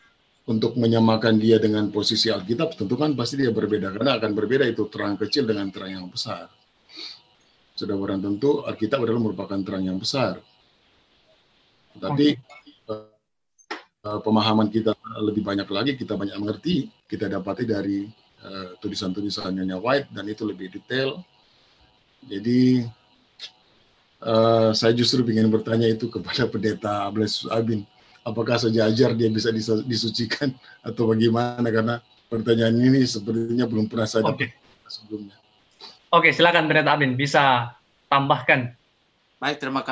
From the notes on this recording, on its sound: Tumoutou Imperium SDA Church Zoom Webinar